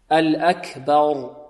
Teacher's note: الباء هنا مرققة والراء مفخمة، لماذا؟ لأنها ساكنة وقبلها مفتوح